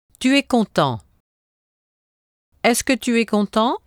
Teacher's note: A statement can also be turned into a question by adding est-ce que at the beginning. The intonation again ends with a rising tone.